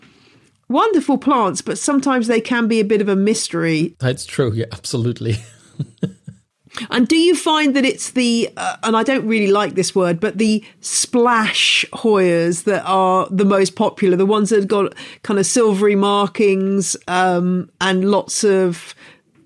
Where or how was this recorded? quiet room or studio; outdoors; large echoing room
quiet room or studio